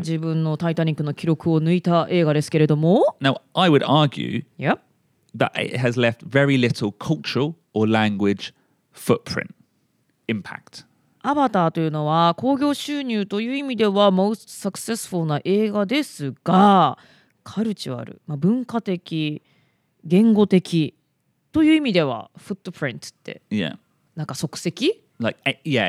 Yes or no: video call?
no